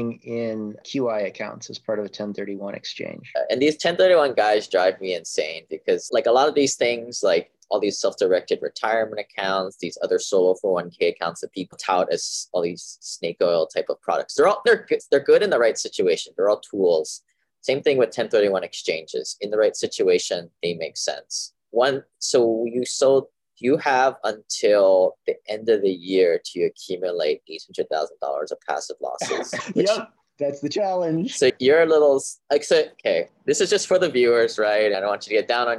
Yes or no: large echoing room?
no